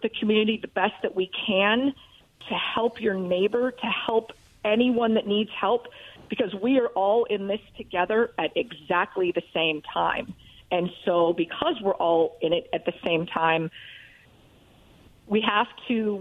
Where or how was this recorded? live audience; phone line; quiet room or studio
phone line